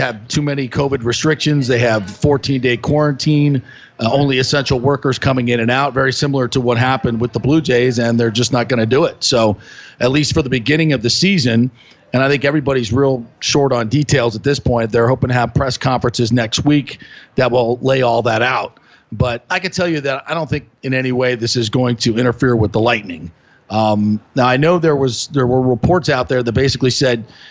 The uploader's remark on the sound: opens his show LIVE from Oak and Stone